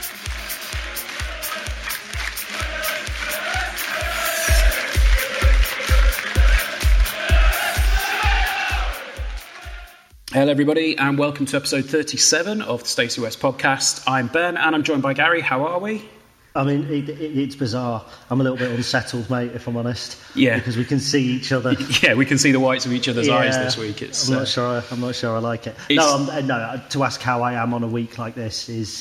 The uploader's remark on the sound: LIVE from the EPC. We were privileged enough to be invited to the Elite Performance Centre.